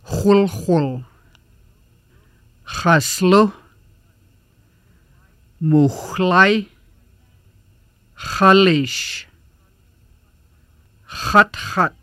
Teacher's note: The X sound is made when the back of the tongue touches the back part of the roof of the mouth, allowing a friction noise.